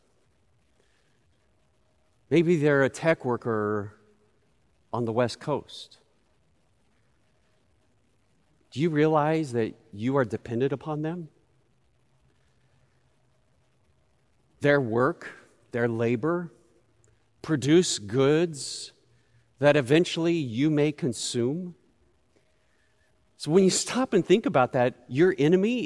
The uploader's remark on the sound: Recorded live at Beatitudes Church in Phoenix, AZ.